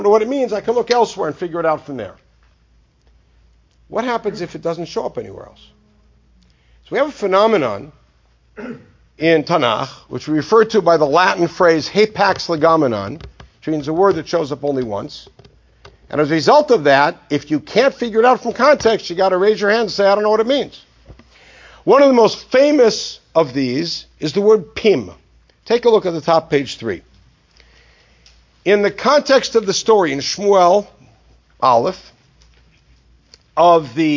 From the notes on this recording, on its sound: This lecture was given at Century Village, Boca Raton FL as part of a Scholar-In-Residence weekend.